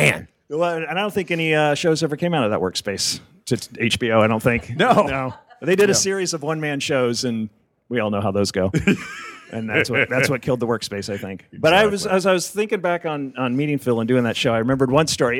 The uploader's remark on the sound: LIVE from Palm Springs Comic Con!